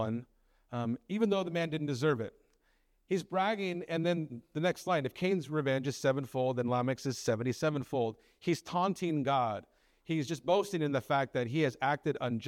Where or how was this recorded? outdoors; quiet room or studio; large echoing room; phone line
large echoing room